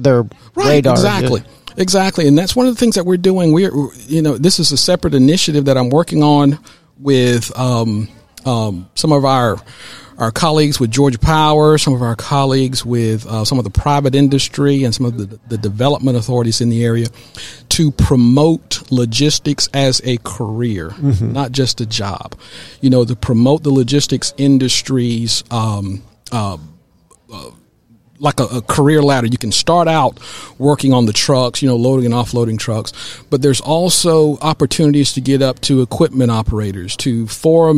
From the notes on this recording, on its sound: Business RadioX® was live at the 2022 GEDA Annual Conference in Savannah, GA.